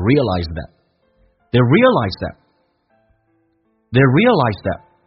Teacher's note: Realize 跟 that 有一个击穿的现象，也就是 th 音不发音，用 z 跟 That's the a 形成的连音，叫 realize that.